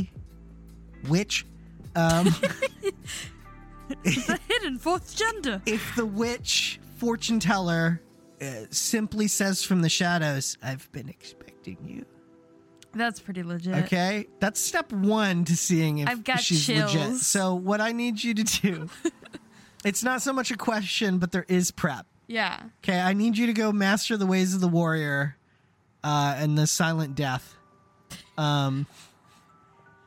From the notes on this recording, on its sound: Sometimes, it’s just kinda hard to talk in the car. CW: Loud Sound at very end of Podcast.